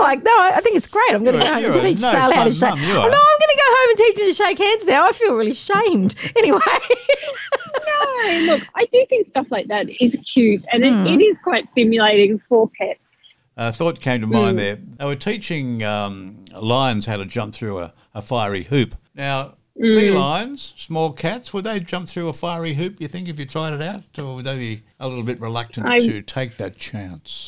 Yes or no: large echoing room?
no